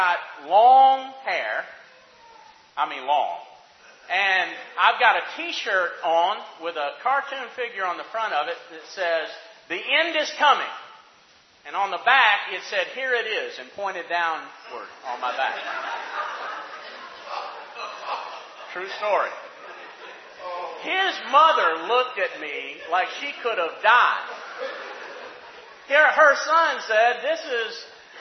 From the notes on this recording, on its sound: Questions from the audience